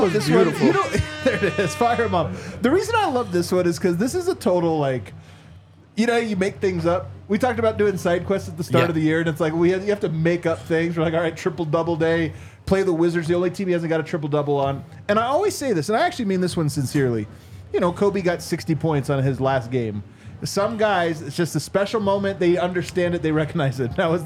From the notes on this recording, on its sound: LIVE from the DNVR bar